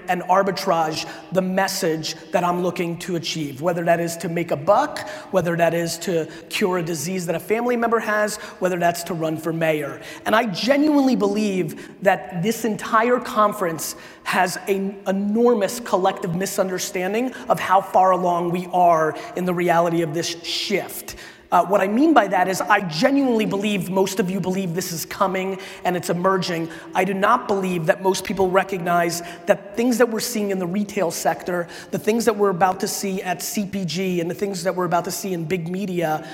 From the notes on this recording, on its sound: A Keynote: SALT Conference 2017.